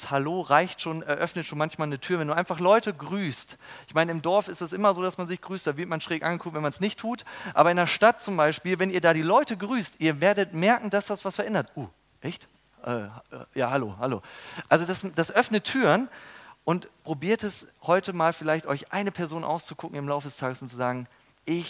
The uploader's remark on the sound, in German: Beim Youth Prayer Congress am 29.02.2020.